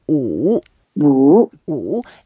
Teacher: It's like a W-U third tone. We say 武武武, and it goes down first and up.